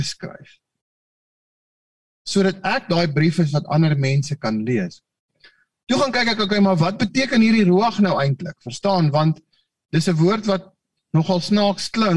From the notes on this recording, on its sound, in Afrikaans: Manne van die Woord Zoom Byeenkoms 8 Maart 2022.